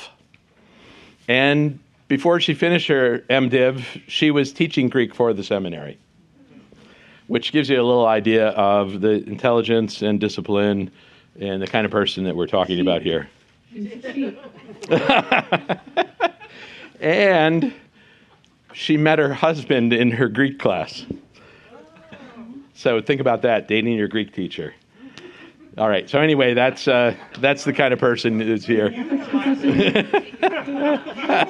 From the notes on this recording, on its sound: We're back with our fourth annual live-recorded podcast episode at Nashotah House Theological Seminary!